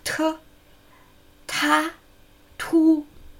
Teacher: Anfangskonsonant aspiriert mit H-Laut. T, ta, tu. Die Silbe endet mit einem leichten N, wie wir etwas früher erfahren haben.